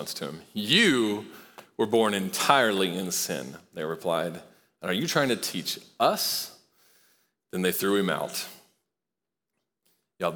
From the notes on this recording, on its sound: Recorded live at Long Hollow Church.